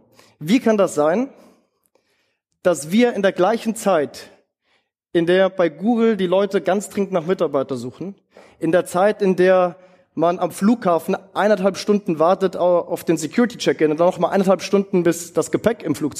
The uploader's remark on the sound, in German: In seinem Vortrag auf dem TOP Arbeitgeber Kongress in Hamburg.